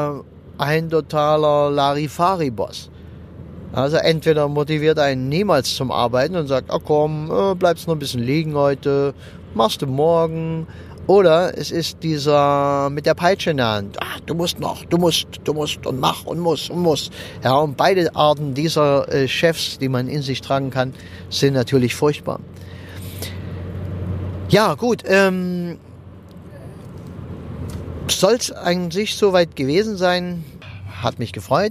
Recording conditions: inside a vehicle